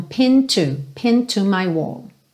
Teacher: Isso tanto no inglês americano quanto no britânico. Então, como essa palavra termina em D, a gente já liga no T do to.